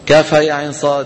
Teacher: تخفى النون عند الصاد وتقلقل الدال